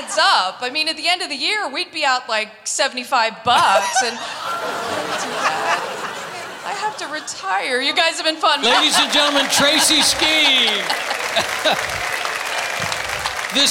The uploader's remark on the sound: Live at the South Point Casino